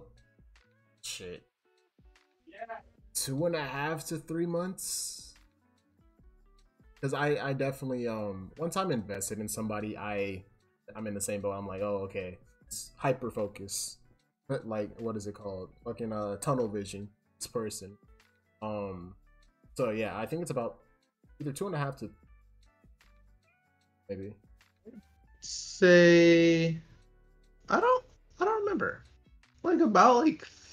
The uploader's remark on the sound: I apologize for my voice cutting out so often in the video! I wasn't aware that the program I was using to record wasn't of the best quality.